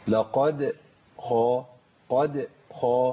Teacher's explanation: الدال عندي مقلقله لانها ساكنه ووقعت بين القاف المفخمه والخاء المفخمه